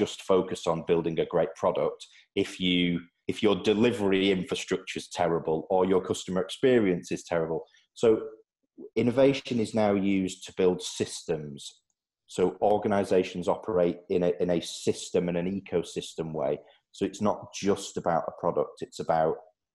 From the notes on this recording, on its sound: joined ProfileTree, using a Zoom video link